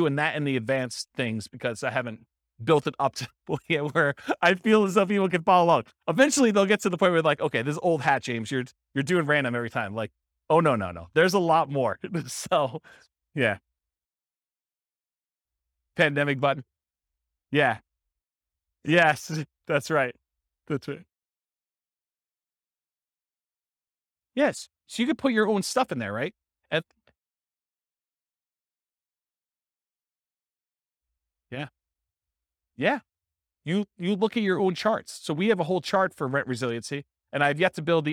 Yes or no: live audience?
yes